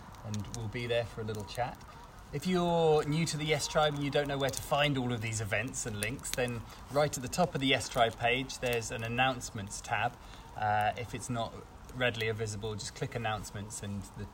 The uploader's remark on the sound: Live From the Campfire.